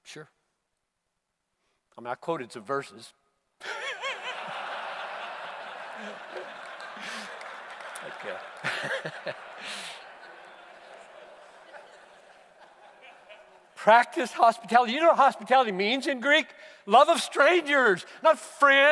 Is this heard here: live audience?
yes